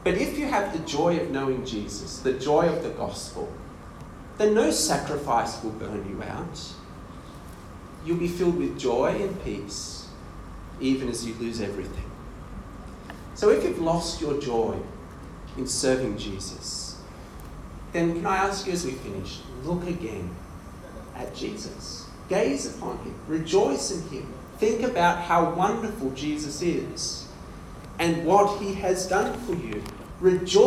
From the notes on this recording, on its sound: This sermon was delivered at ADYC Youth Ablaze 3.0 conference in Kuching.